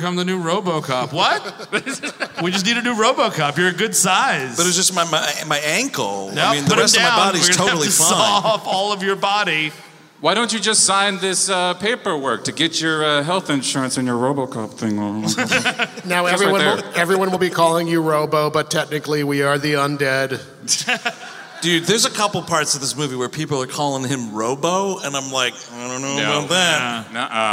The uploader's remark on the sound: Recorded live at the Majestic Theatre. In Detroit, MI.